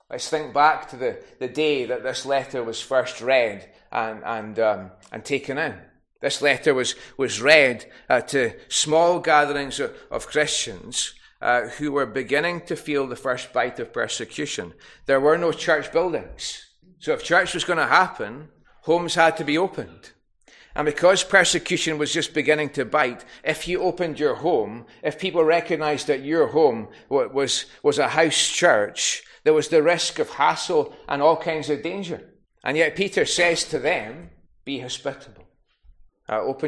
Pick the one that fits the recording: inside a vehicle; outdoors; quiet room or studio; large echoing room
large echoing room